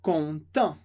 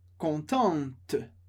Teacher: No feminino, contente. Eu não pronuncio o E do final, mas pronuncio o T que vem antes. · Shown in: second take